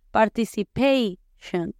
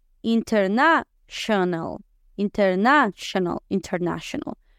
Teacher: En lugar de tion, es más shun, shun.